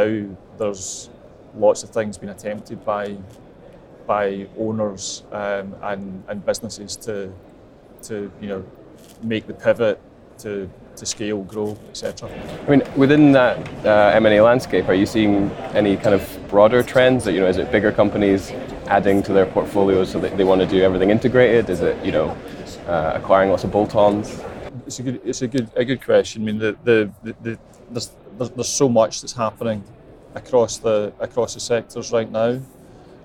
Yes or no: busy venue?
yes